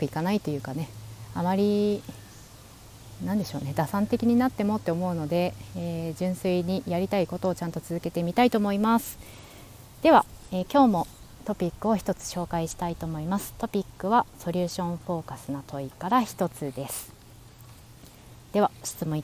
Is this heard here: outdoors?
yes